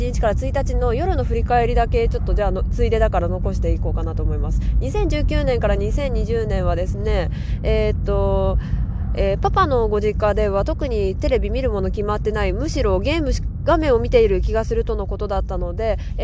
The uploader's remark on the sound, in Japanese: 車の中からお送りします。